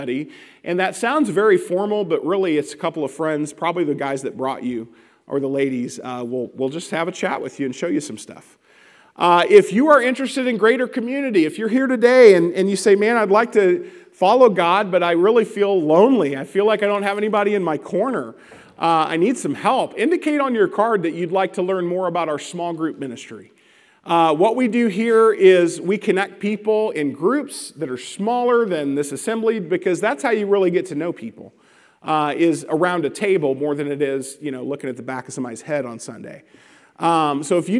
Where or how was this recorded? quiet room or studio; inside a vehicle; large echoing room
large echoing room